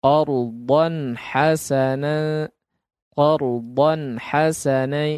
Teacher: di sini qard, nah, baru ra-nya ditebalkan